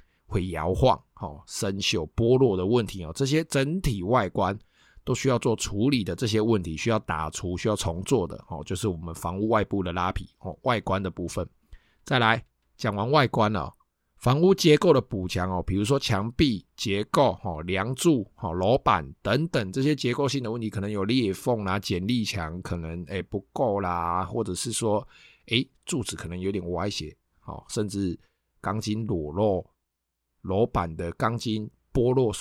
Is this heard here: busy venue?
no